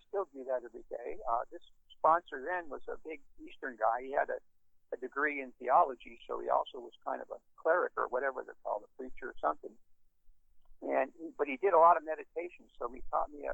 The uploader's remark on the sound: Los Angeles. Be advised that the recording quality is poor because it was conference call recorded on a microphone leaned against a cell phone speaker.